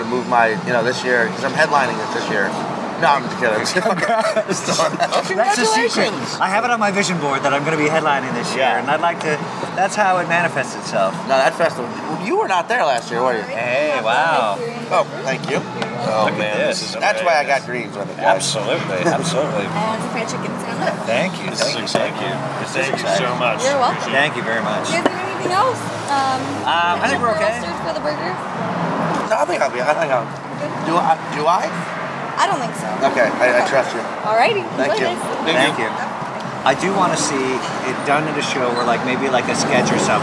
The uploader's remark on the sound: At The Larchmont Tavern. At Larchmont Tavern.